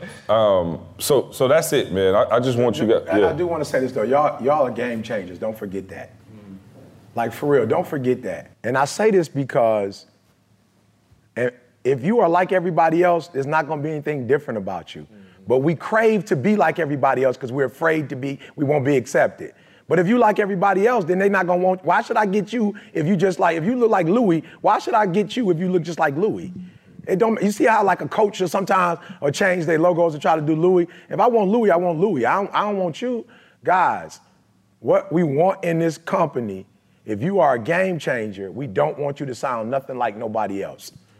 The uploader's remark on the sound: Participants of the ETA Game Changers Speakers Program got a chance to be the live audience for the guys. A great Q & A session with the audience.